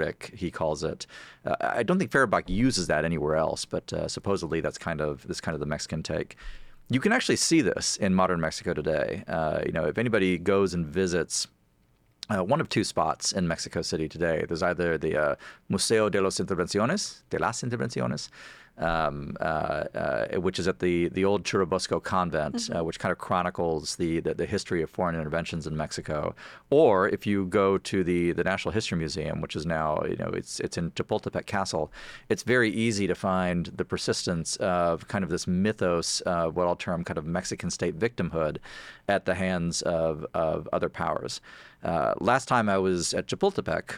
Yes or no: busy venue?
no